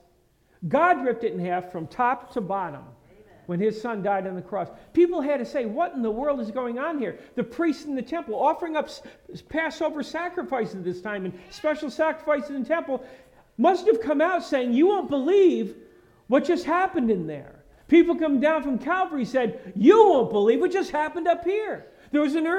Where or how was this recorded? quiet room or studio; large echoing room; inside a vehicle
large echoing room